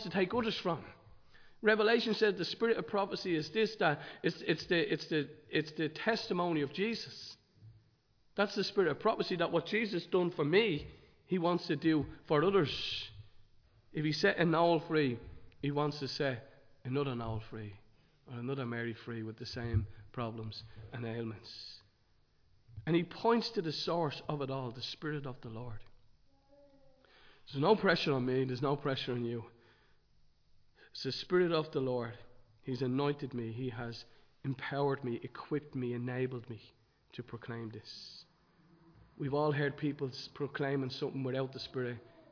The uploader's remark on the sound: Recorded live in Liberty Church on 15 January 2023